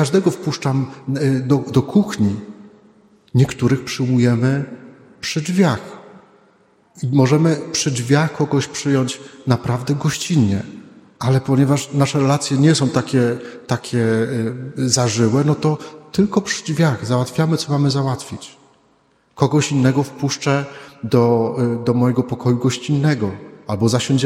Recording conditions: large echoing room